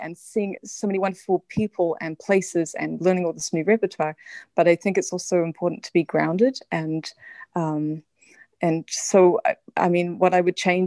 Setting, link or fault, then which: link, video call